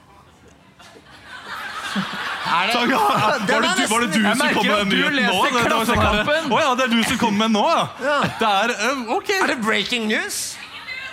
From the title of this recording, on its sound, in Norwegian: Live fra Salt